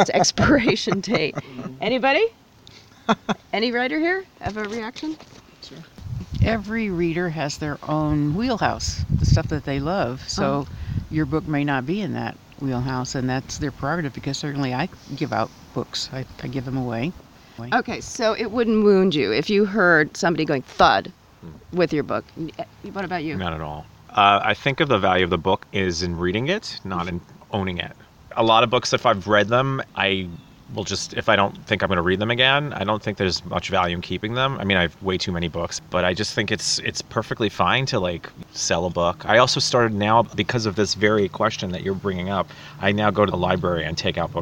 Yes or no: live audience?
no